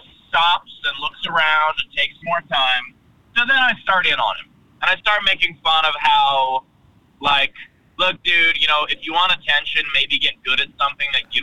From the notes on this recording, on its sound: Driving from Phoenix, Arizona and was on his way to Los Angeles, California when he and I spoke for this episode.